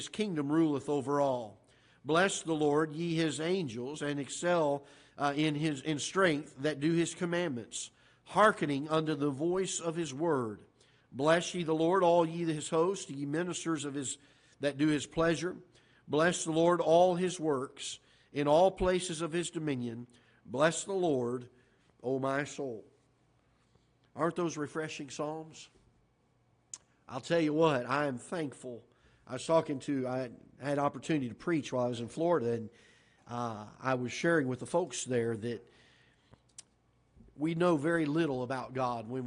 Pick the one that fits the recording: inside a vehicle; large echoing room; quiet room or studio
large echoing room